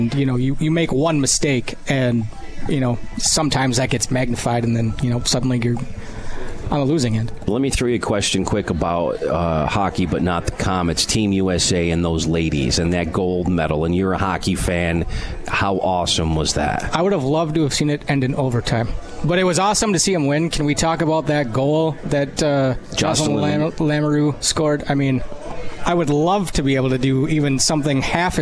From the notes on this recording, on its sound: Live from Swifty's in Utica NY